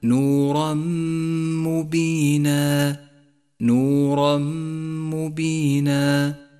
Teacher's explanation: نورا مبينا جاء التنوين وبعده حرف الميم وهو حرف إدغام بغنة، والواجب هنا أن نسقط التنوين من اللفظ وأن نقف على حرف الميم الذي بعده بغنة زمنها حركتان وأن نشدد حرف الميم · Term: الإدغام بغنة